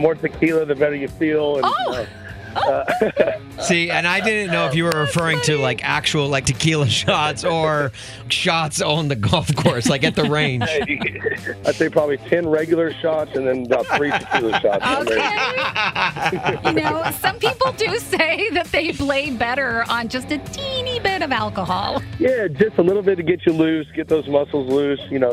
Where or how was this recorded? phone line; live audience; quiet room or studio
phone line